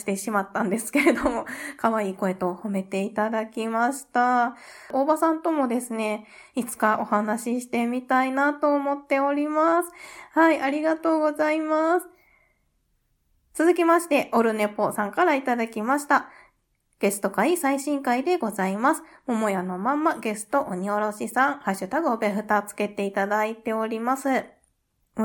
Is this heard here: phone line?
no